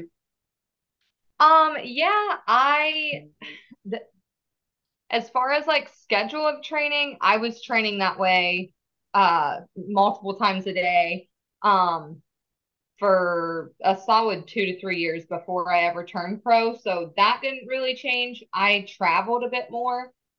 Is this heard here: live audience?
no